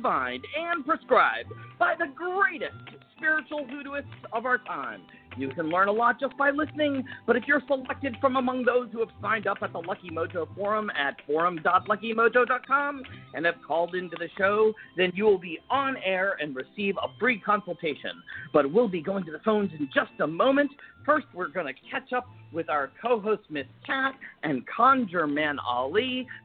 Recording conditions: phone line